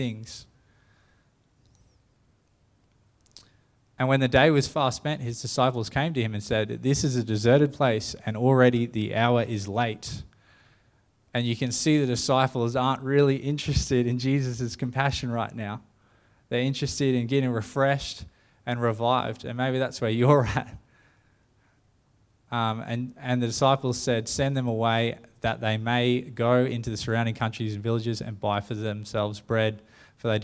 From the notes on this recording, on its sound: The live stream of Destiny Church Atherton.